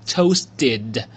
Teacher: 如果是美式的发音呢，那么这个 toasted 中间这个 t 的发音呢你可以浊化成 d，所以呢念成 toasted，当然你也可以念成 toasted 也是可以的啊，只是一个发音上的习惯的不一样，我是喜欢念成 toasted，它的意思呢是烤的。那么这个原型呢是 toast 这个词， toast 呢是一个动词，表示烘或者说烤某个东西，叫做 toast。那么 toast 呢也可以就是直接作为名词表示烤面包的意思，烤面包 toast。有的时候呢我们会叫做我们会把这个烤面包呢直接叫做吐司，对不对？有的时候呢会直接叫吐司。那么这个吐司这个词呢其实就是由 toast 这个词音译而来的。你看 Toast 吐司，是不是这个发音还比较相像呢？他们是音译过来的。好，第三个词呢就是椰子这个词啊，来跟我一起念啊，叫做 coconut 椰子。第一个元音呢是一个 o，所以呢是 co，然后呢第二个是 coconut 是椰子的意思。好，最后一个词呢叫做 chip，它就是表